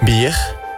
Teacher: Jij zegt een harde G achter de R.